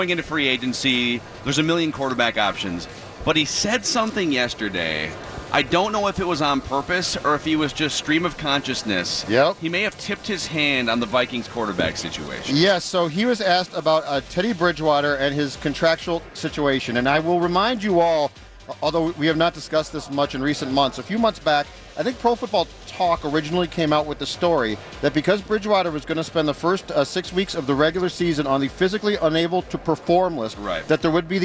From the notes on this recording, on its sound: live from Radio Row